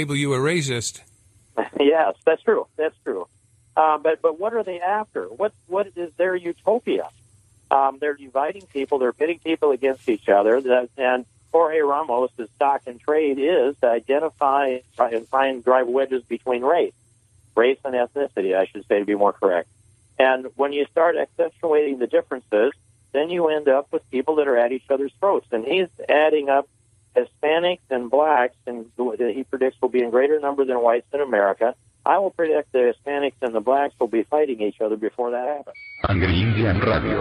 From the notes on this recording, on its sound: a recorded personal phone call